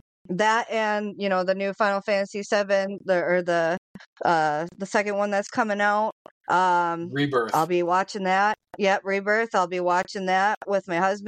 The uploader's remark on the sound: We had a little technical difficulties this week which ended the show during our takes at the very end.